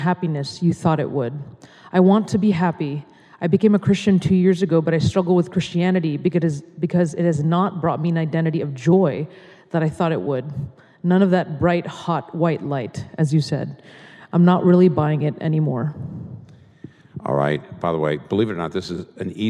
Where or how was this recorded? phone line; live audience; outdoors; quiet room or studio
live audience